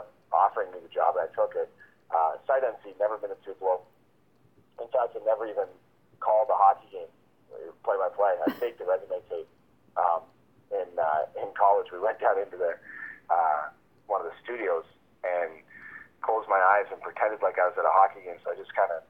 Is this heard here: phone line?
yes